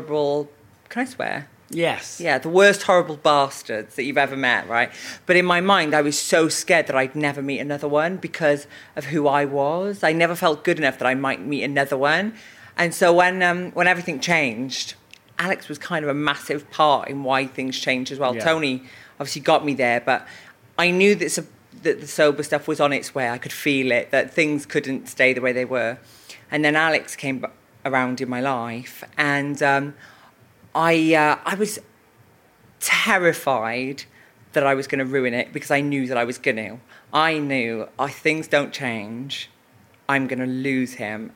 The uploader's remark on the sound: In celebration of Pride in London. Hosts a special live episode of We Can Be Heroes from Shoreditch House.